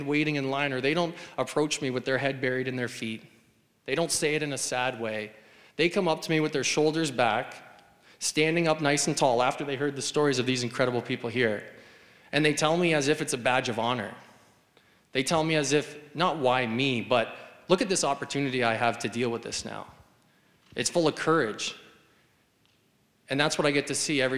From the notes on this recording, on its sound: The audio from the first ever Heroic Minds Live Event held at the University of Waterloo on March 20th 2019. Had an interactive conversation with the audience.